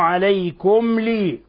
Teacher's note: هنا الميم الساكنة جاء بعدها اللام، واللام من حروف الإظهار الشفوي، الحكم التجويدي أن الميم تظهر هنا ولا نضغط عليها ولا نخفيها